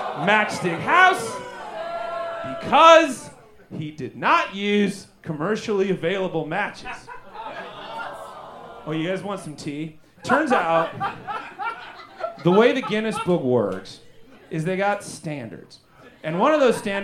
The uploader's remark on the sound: Recorded LIVE at Chicago’s Historic Green Mill Lounge on February 10th 2024 for The Paper Machete